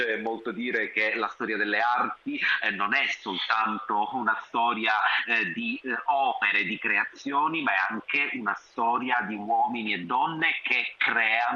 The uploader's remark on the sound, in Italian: Sono nostri ospiti al telefono